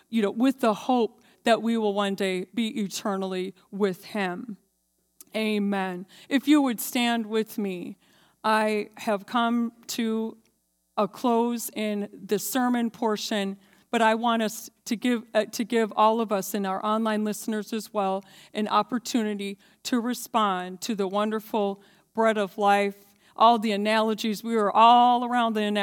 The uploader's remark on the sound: This JAT was recorded live on January 23rd, 2022 at Newark United Pentecostal Church.